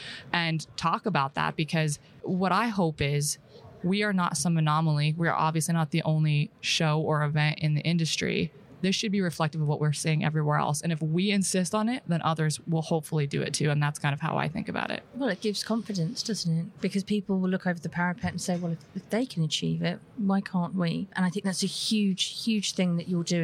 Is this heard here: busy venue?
yes